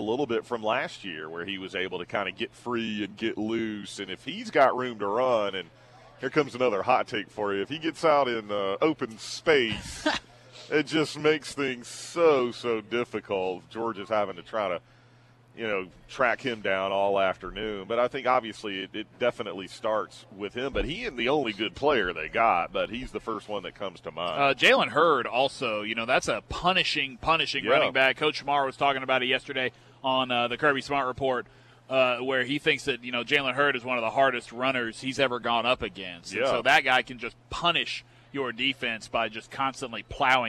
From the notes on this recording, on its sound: broadcast live at the Chick-fil-A in Beechwood